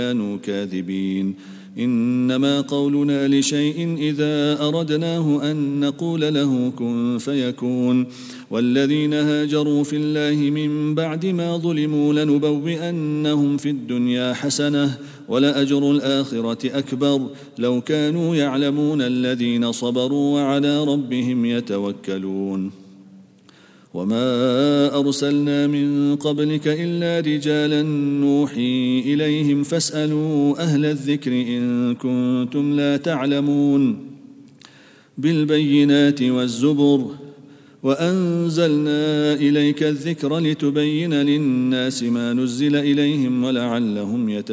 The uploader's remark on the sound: at the Houghton Masjid (West Street)